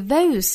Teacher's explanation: 我们发成 o,双元音的滑动